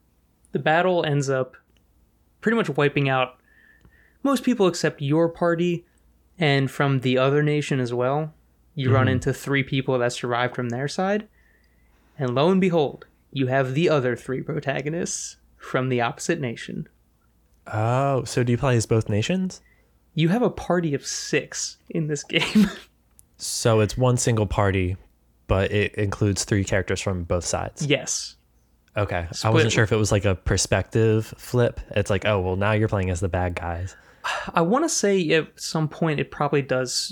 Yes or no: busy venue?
no